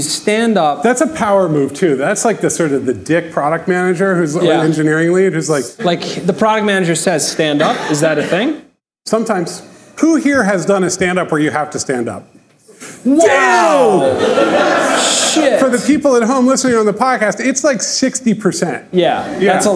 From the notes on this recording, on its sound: Record a live podcast episode at our Ship It!